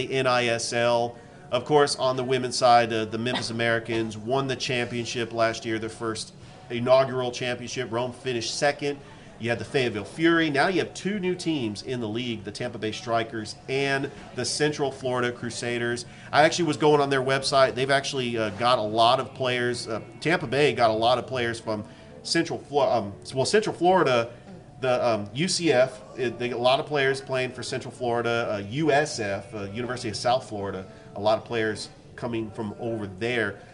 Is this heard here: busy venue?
yes